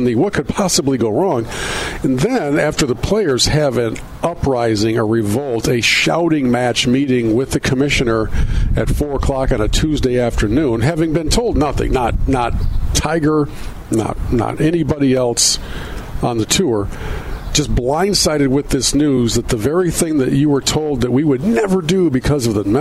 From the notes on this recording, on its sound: broadcasting live from the Blythefield Country Club which is home to the Meijer LPGA Classic